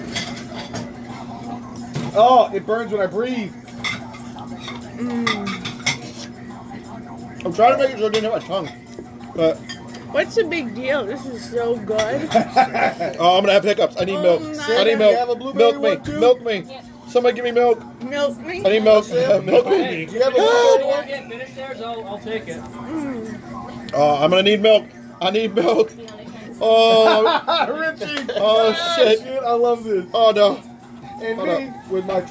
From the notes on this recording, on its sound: Live from ritchies